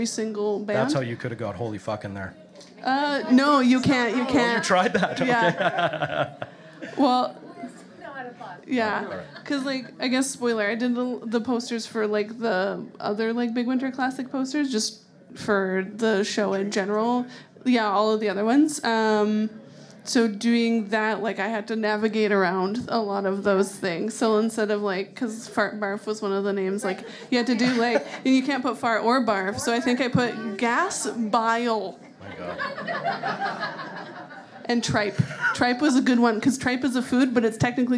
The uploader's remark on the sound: CJSW was invited to record a panel organized by the BIG Winter Classic Festival. This standalone podcast episode features the recordings of that panel, featuring some bonus content from the organizers of the event adding in some context to the discussions.